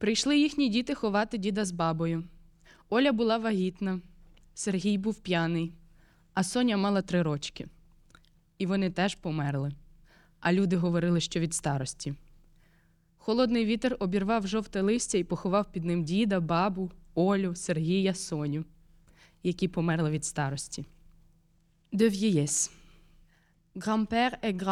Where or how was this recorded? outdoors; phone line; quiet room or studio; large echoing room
large echoing room